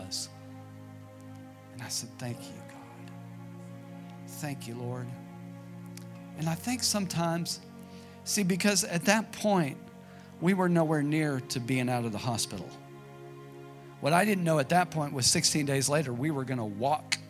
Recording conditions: large echoing room